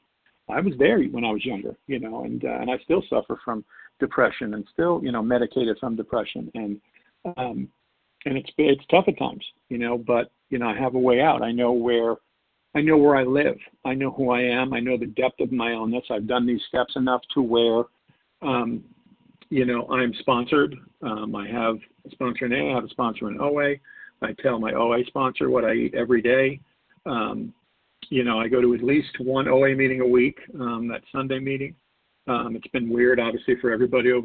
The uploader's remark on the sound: 100 Pounders Phone Meeting on 12/6/20